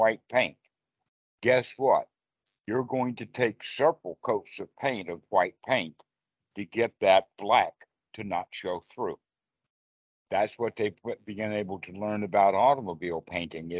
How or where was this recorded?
video call